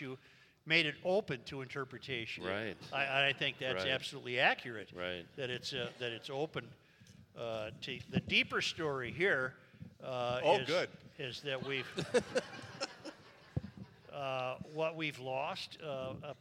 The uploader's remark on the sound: We are live at the Hopkins Center for the Arts for the 1,000th Podcast!